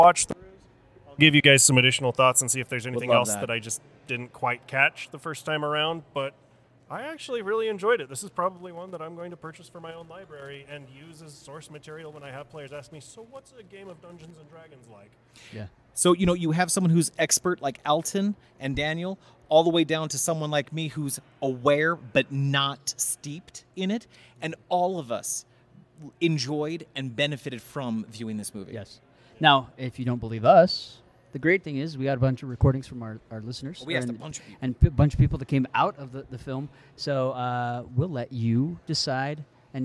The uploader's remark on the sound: broadcast live from the Dungeons and Dragons Honor Among Thieves Live Event.